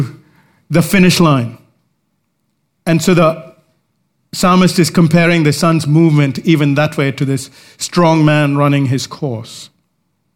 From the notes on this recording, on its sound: recorded live at Grace Community Bible Church